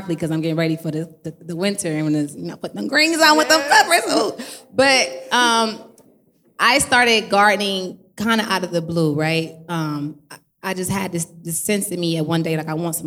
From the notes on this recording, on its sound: We Went LIVE For Episode #80 with an in-person audience + special performances?